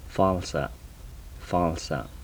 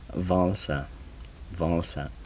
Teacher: These are the labial dental fricatives